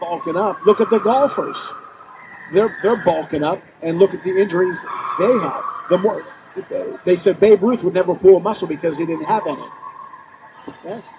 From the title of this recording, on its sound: LIVE at Three Rivers Karting